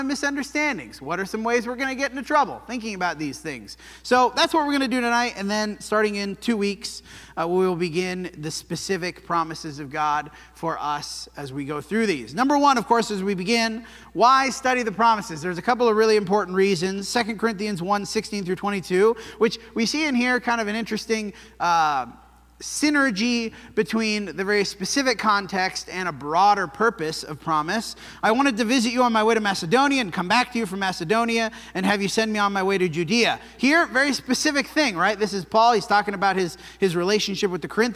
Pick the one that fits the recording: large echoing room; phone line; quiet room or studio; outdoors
large echoing room